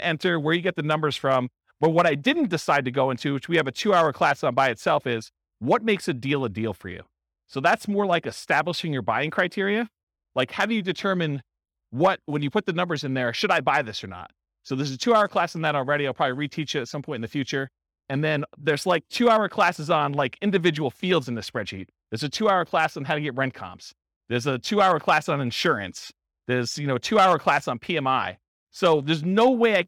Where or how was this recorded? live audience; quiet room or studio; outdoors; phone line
live audience